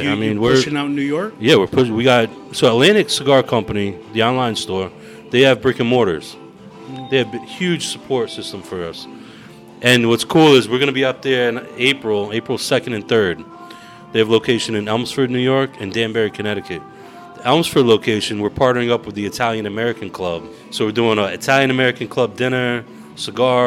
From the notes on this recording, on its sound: While sitting at a live Watts & Ward event. While sitting at a live Watts & Ward event.